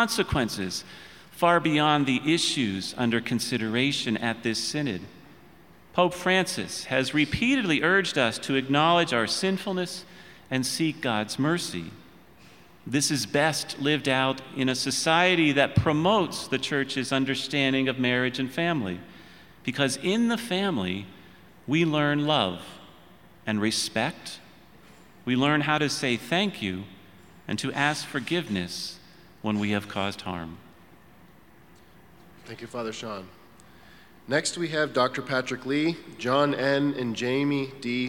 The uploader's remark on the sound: Panel Discussion addressing the Synod on the Family. The Panel also took several questions from the audience.